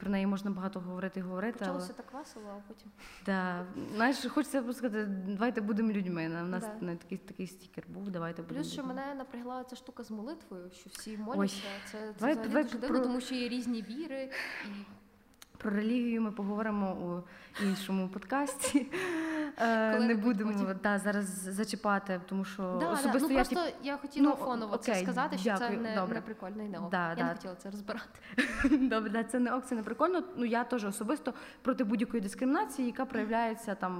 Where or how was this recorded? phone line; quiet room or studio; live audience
live audience